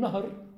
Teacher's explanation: عندما نقول نهر ونقف نعطي الهاء شبه حركة. وكذلك في العربية التقاء الساكنين أو ثلاثة يحمل العربي على تحريك خفيف يشبه ما يسمى بالروم والإشمام.